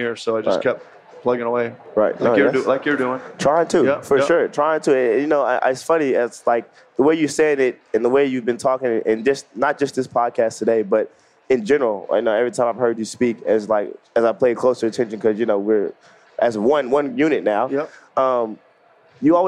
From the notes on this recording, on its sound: LIVE from NBACon at Summer League